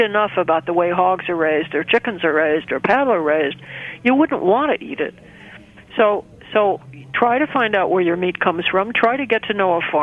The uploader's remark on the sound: Via phone.